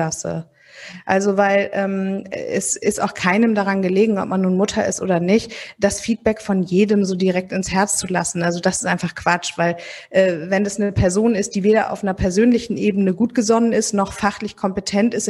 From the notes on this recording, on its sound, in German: im Rahmen eines Live-Podcasts zum ROCK N RAISE Festival von Mama Meeting